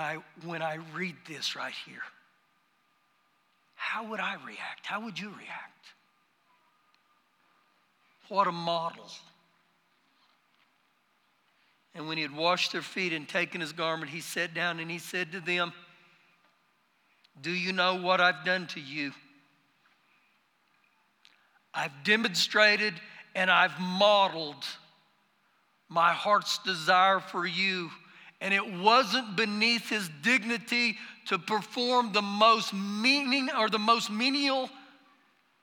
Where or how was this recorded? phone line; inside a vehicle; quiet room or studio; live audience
live audience